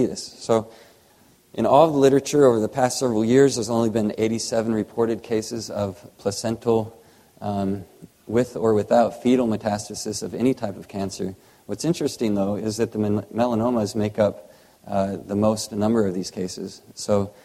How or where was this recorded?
live audience